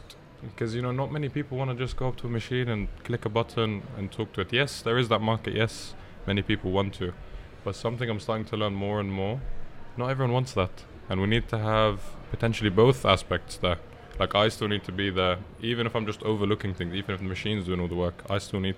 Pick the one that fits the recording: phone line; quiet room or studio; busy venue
busy venue